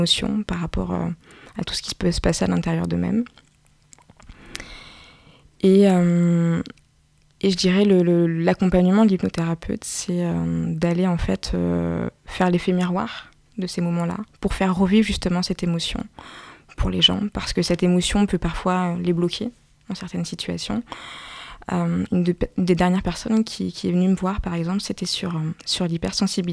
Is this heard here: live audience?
no